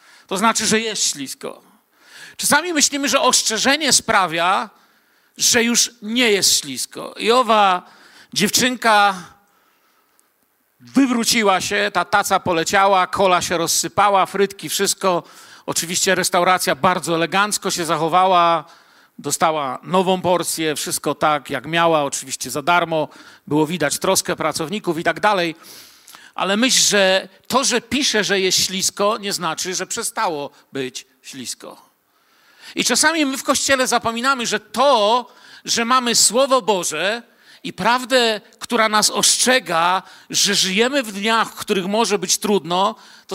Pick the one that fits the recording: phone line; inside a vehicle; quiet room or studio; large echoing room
large echoing room